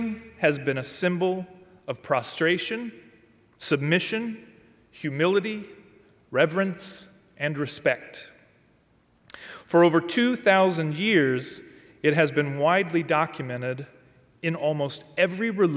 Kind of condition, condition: setting, large echoing room